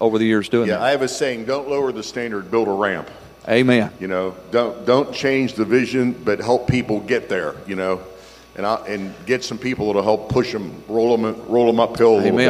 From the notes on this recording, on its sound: Every February, pastors and leaders from around the country gather together at our leadership conference for dynamic teaching, powerful worship, impartation, ministry, and covenant relationships. Here’s one of the recordings from our 2023 Leadership Conference.